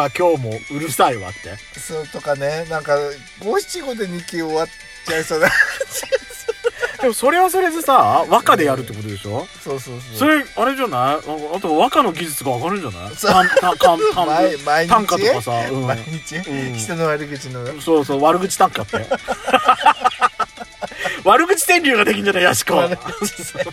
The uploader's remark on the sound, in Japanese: パーキング収録